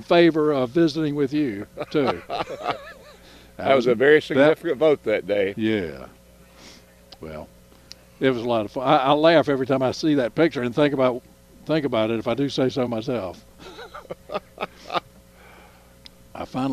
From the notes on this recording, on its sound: broadcasting live from the NC Wine Festival.